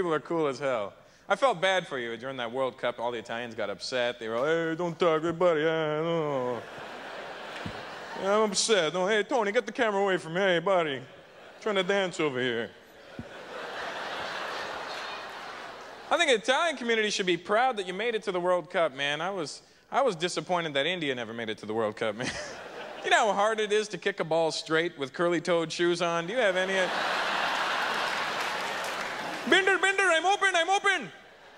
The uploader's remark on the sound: delivers an early career performance at the 1998 Just for Laughs Festival in Montreal